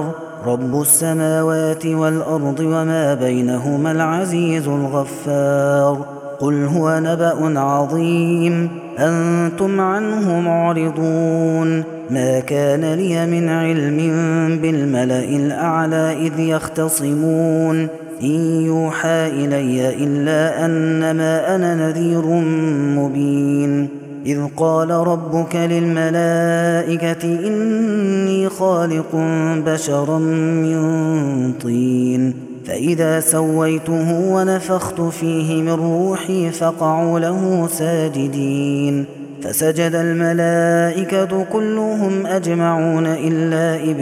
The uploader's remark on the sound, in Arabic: هذا التسجيل من صلاة التراويح